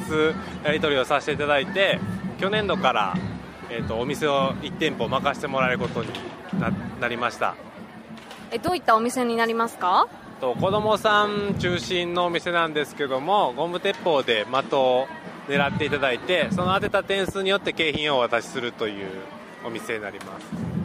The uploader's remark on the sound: Through the Summer Festival at Shin-Omiya Shopping District!